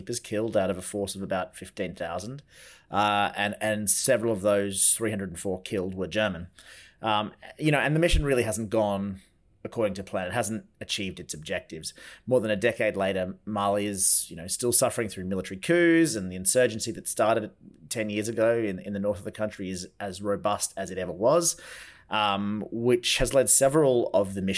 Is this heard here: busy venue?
no